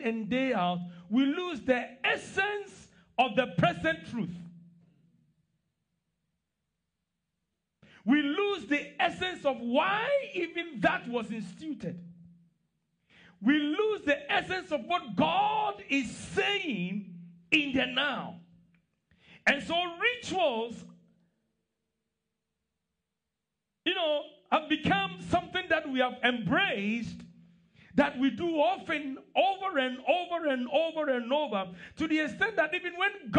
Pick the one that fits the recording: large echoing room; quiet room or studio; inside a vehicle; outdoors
large echoing room